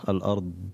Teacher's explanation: مخرج الضاد يجب إظهار مخرج الضاد وأن تكون مجهورة وبها استطالة.